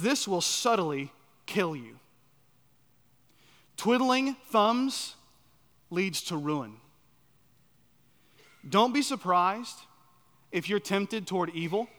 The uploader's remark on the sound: at Chaffee Crossing Baptist Church in Barling, AR.